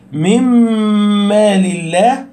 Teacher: كذلك عندما نقول مما لله، فإن الغنة الظاهرة هنا هي غنة الميم، هي غنة الميم المضغم فيها، وليس غنة النون الساكنة